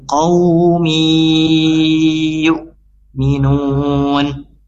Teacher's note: min di sini berharokat kasrah tain langsung masuk ke huruf ya ya, disertai dengan dengung dan ditahan 2 sampai 3 harokat